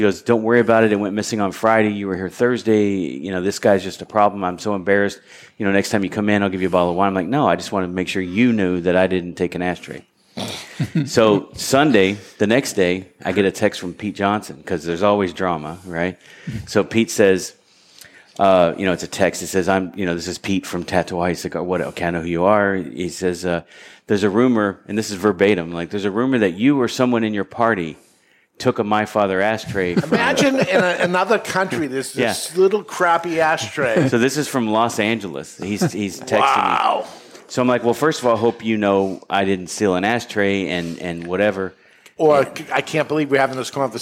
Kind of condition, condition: setting, live audience